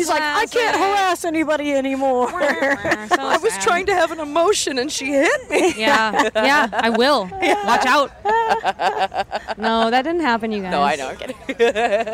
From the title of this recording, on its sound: Live from Warped Tour!